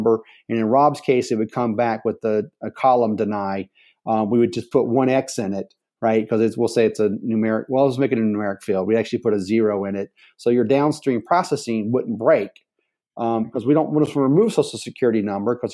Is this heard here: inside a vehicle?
no